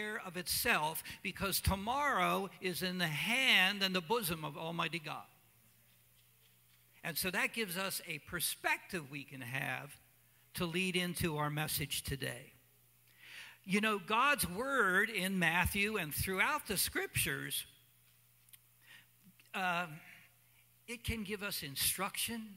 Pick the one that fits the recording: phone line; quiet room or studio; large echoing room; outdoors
large echoing room